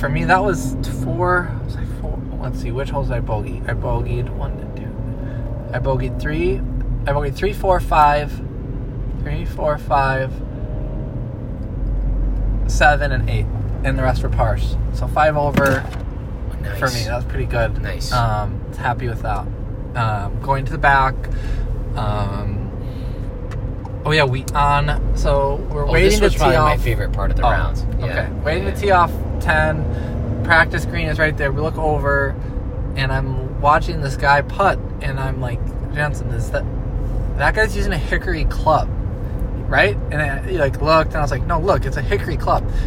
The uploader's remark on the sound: Come to you live from the car on the ride home from their first round of hickory golf.